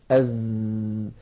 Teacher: يضع الإنسان رأس لسانه على الصفحة الداخلية للأسنان السفلى ف... وينطق فيكون هنا الأسنان السفلى وهنا الأسنان العليا واللسان هكذا · Term: حرف الزاي